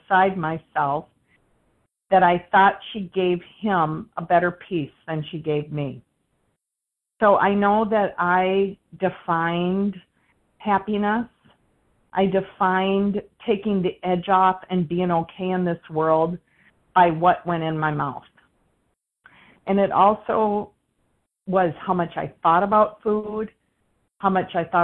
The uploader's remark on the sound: 100 Pounders Phone Meeting.